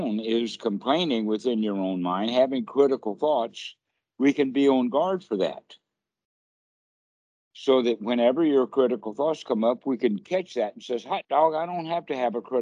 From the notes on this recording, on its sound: skype calls on this channel